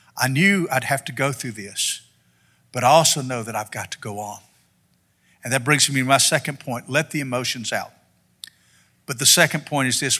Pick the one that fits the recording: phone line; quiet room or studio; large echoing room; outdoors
large echoing room